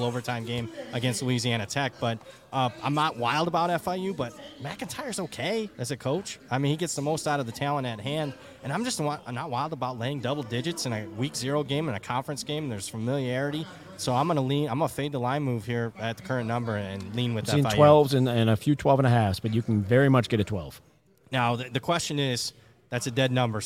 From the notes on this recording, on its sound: LIVE FROM CIRCA SPORTS. Hit The Books is LIVE on location from the Circa Sportsbook in Las Vegas, Nevada!